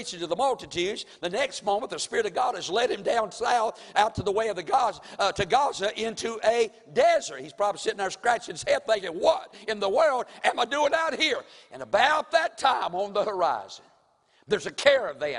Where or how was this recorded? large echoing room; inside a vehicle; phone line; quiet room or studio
large echoing room